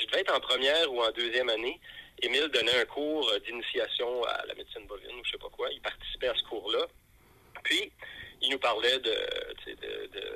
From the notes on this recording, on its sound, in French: un appel en « live » d’un auditeur